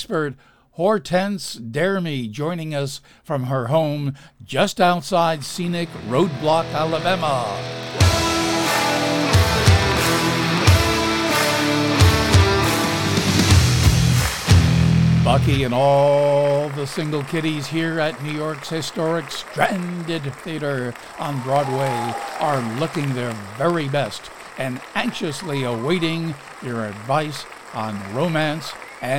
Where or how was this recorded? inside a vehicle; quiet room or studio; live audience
live audience